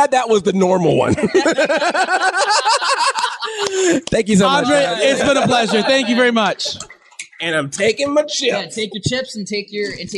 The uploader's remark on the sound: The RACK Show, Live at Midwest Media Expo!